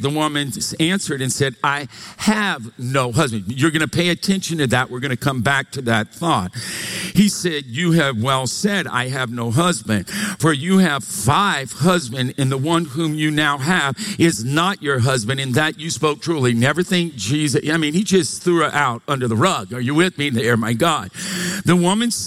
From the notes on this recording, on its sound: Recorded live from Capital Church, Meridian, Idaho